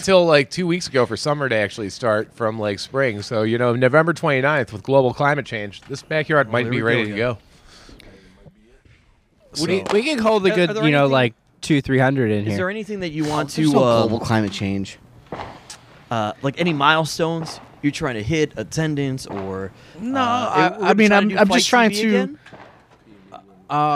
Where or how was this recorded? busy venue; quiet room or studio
busy venue